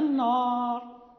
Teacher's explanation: ننطق بالنون مستفيلة مرققة، يعني سهلة. مثلا إذا قلنا النار، كانت النار وعدها الله الذين كفروا، النار، يعني لا بد من الانتباه إلى ترقيق النون والاستفالة بها، لا نقول النار، النار وعدها، النار وعدها الله الذين كفروا مثلا.